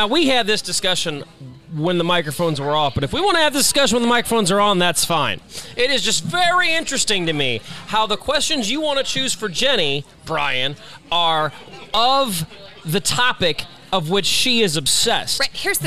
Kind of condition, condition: setting, busy venue